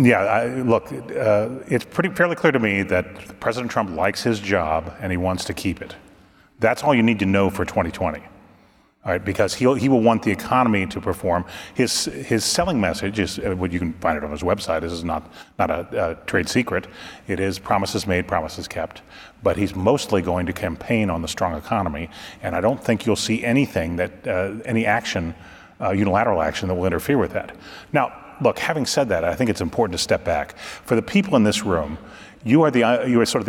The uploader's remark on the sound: Trade Guys on the Road: RILA Supply Chain Conference Edition. Live from the Retail Industry Leaders Association Supply Chain Conference in Dallas, Texas.